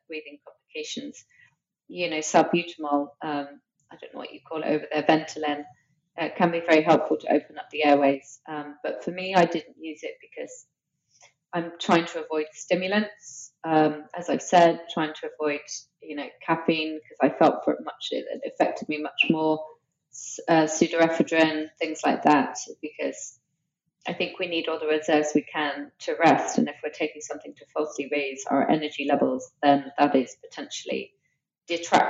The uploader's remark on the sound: We apologize in advance for the less-than-ideal audio quality.